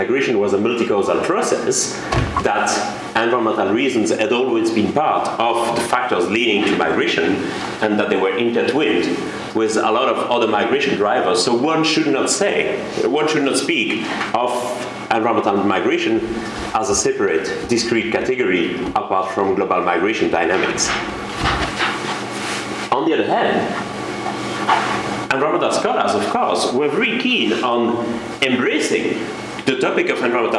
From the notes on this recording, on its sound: Podcast from the Refugee Studies Centre's Public Seminar Series. This podcast was recorded on Wednesday 1 February 2012 at the Oxford Department of International Development, University of Oxford.